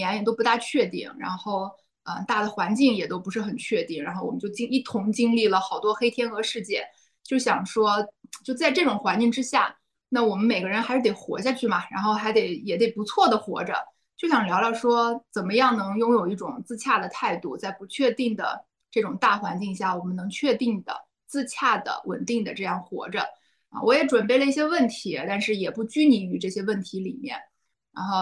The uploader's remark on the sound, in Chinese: 这一期的播客，我们录制的比较早，也因为疫情缘故，不能在线下录，所以就和我们的嘉宾在线上约了一次对谈。